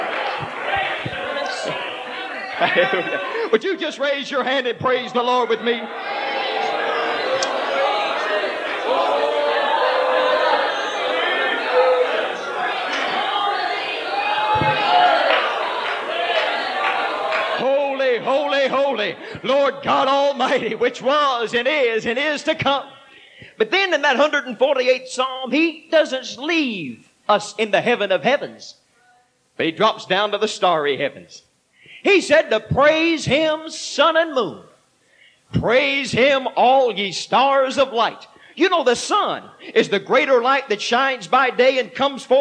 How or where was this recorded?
live audience